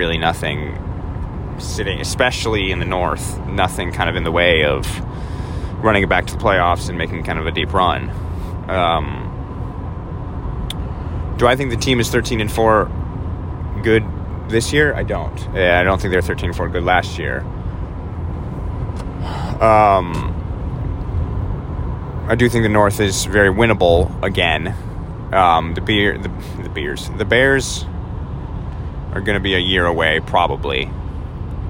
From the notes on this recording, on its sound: all live from his Toyota Camry somewhere in North Carolina